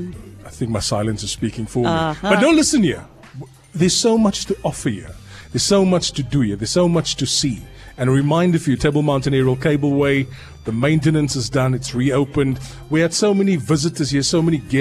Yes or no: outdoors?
yes